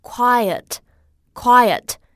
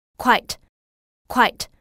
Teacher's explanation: 在这个双元音 i 后面有一个短元音 a 的发音 · Shown in: first take · IPA: [ˈkwaɪət]